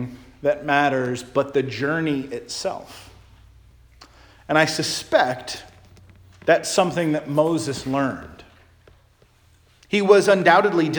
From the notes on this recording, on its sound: Charles Anglican Cathedral, Bremerton, WA.